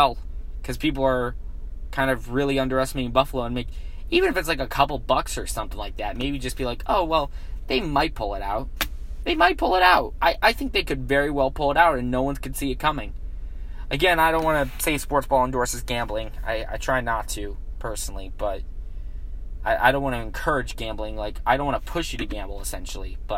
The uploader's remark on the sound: Filmed live in his car.